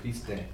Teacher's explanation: the non-aspirant, sort of like you fill the whole front of your teeth with your tongue. Kind of a dull, heavy sound. Christe. So more like a D.